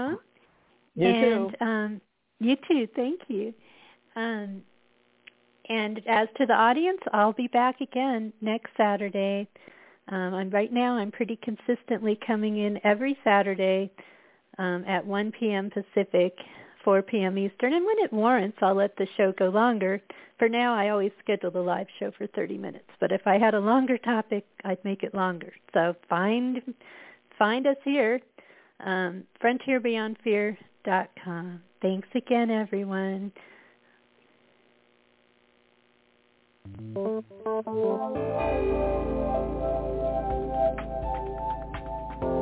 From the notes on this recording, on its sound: spontanously joins by phone for quite a wide ranging exploration.